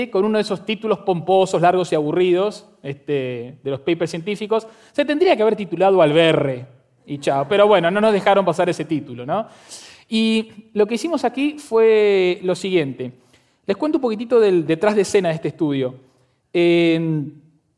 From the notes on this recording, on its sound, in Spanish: Este es un episodio muy especial de Aprender de Grandes que grabamos con audiencia en vivo en el Centro Cultural de la Ciencia en Buenos Aires.